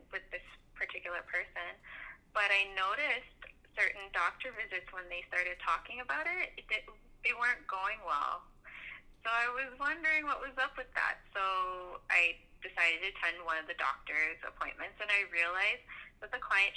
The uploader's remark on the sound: Is also our first "over the phone" conversation...so technically, not really a "sit down".